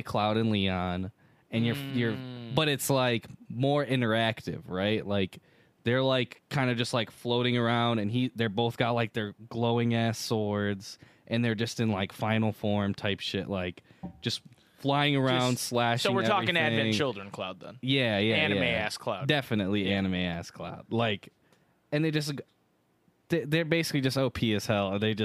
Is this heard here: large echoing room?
no